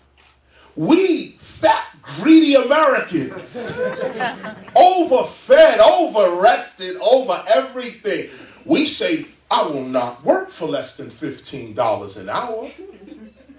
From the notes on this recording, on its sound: In front of a live audience at Queens Central Library.